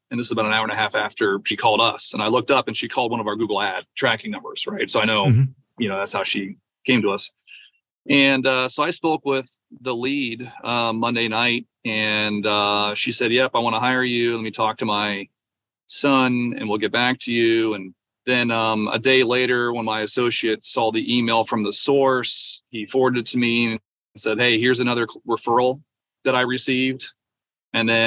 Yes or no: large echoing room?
no